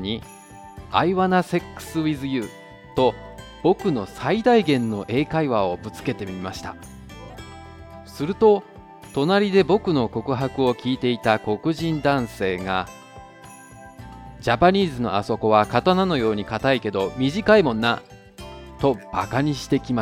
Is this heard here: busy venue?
no